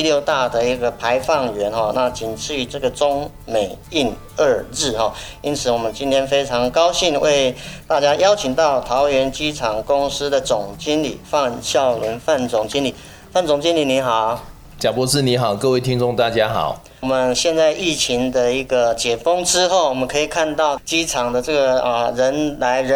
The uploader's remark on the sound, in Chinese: 這次走出錄音間，我們要帶大家前往桃園國際機場。以及實地體驗導覽活動，透過聲音紀錄與聽眾分享第一線的感受。